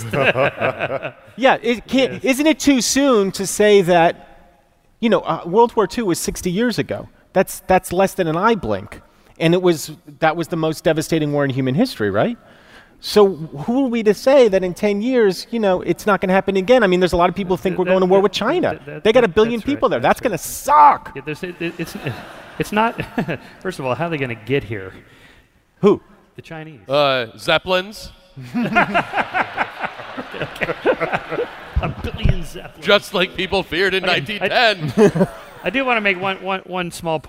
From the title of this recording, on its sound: StarTalk Live! at Kings Theatre